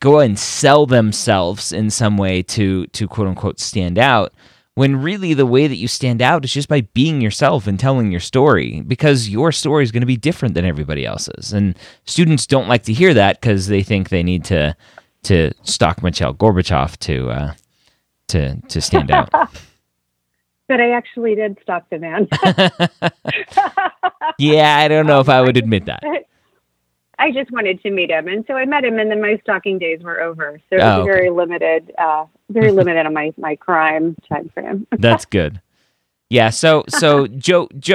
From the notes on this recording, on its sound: got on the phone with several of them to answer their questions